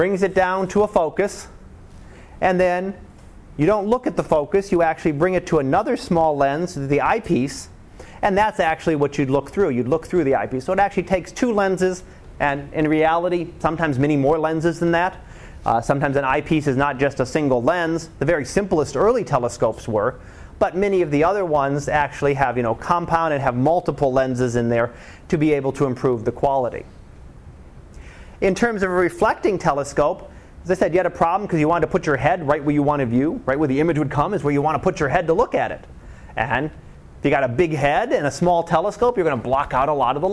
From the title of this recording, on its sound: Live Class Lecture